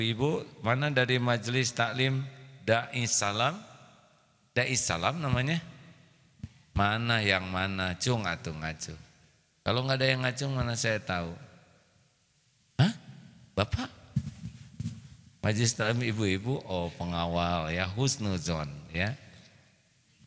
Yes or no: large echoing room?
yes